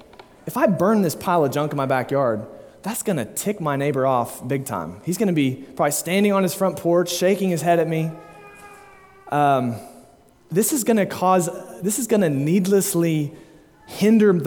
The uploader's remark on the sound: delivered at Immanuel Baptist Church, Springdale, AR on May 22, 2022